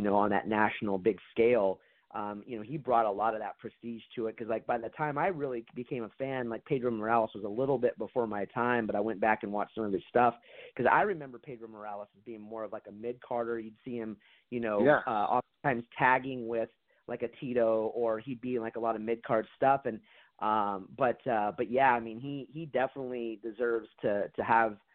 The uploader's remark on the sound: we take your calls LIVE on the air!